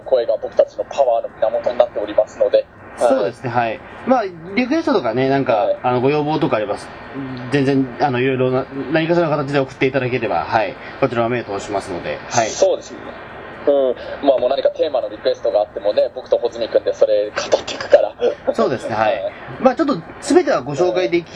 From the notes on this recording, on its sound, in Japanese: 今回録画失敗で音質が若干悪いです